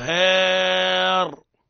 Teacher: هار فخمناه، علاش؟ لأني ما ملتش، لم أمل الحرف الذي قبلها